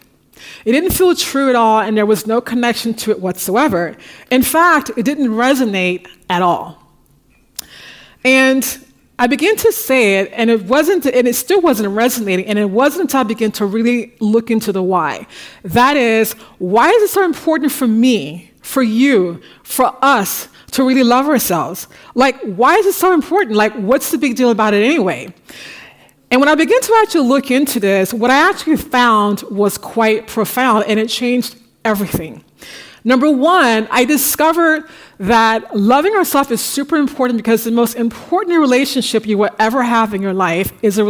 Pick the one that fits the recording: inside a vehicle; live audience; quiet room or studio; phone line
live audience